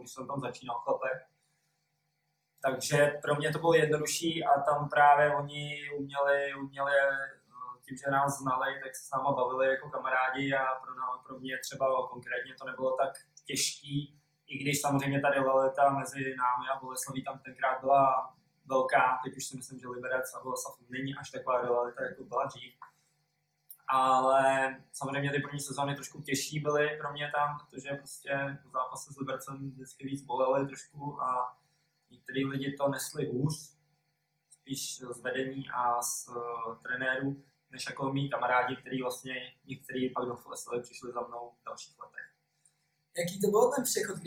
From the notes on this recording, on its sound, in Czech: Omlouváme se za horší zvukovou stopu.